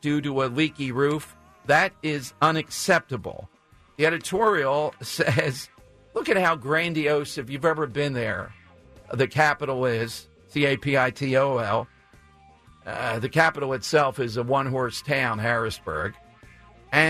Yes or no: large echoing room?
no